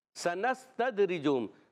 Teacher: را کے نیچے زیر ہے را کو باریک پڑھنا ہے